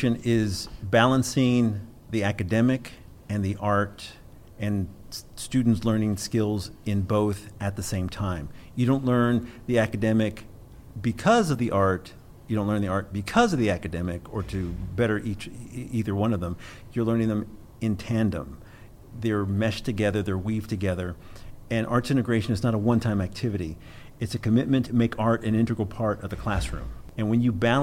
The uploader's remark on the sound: Recorded at this year’s Whole Schools Summer Institute in Hattiesburg